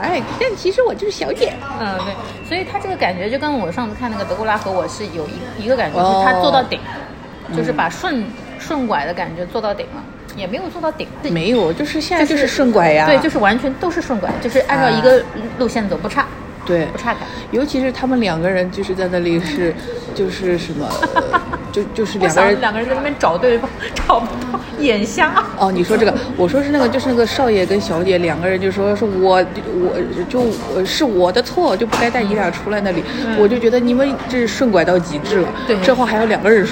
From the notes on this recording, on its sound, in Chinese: 第一次尝试边走边逛边录的形式。去张园的路上（室外录音）行脚节目。